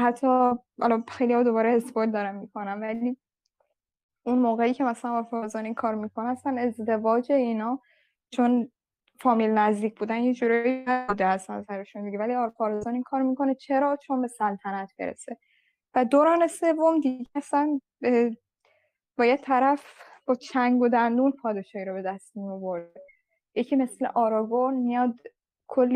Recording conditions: video call